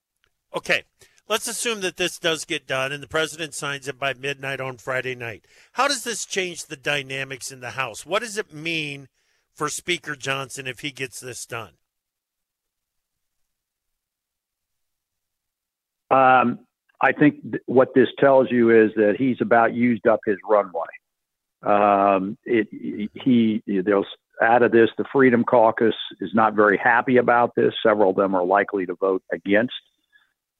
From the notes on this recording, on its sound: calls in from Hanover, Germany where he is attending Agritechnica